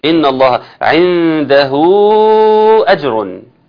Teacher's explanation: ان الله عنده اجر، ده مد صله كبرى. مد صله كبرى، ليه صله كبرى مش صله صغرى؟ عشان جاي بعدها همز